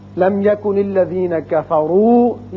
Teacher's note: لم میم ساکن کے بعد یا ہے، یہاں میم کا اظہار ہوگا